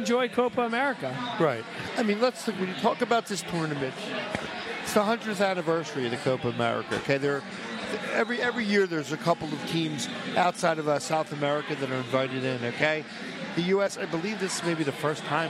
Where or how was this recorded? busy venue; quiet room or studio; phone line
busy venue